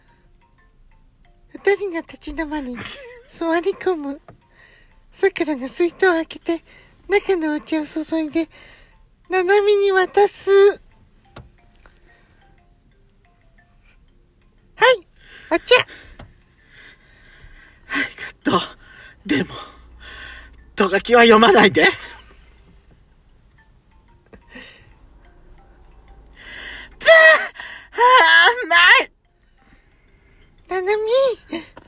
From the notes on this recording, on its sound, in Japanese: パーキング収録